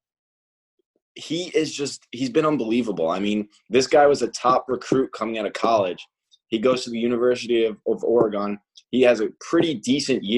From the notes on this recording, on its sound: In this first-ever episode on Zoom